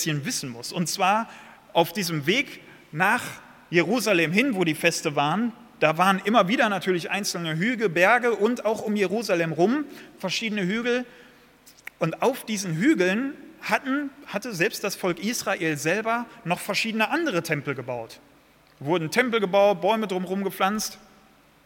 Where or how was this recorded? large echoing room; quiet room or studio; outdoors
large echoing room